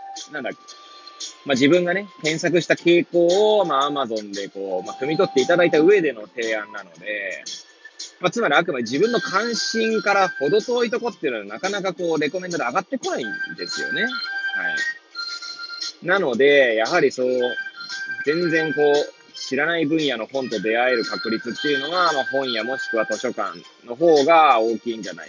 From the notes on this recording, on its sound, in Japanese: Airpods を付けた状態で、車中で収録しており、雑音などが入る可能性があり、ご容赦ください。